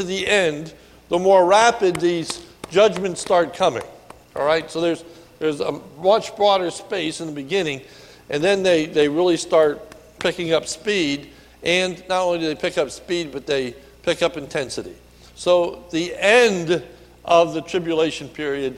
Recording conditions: large echoing room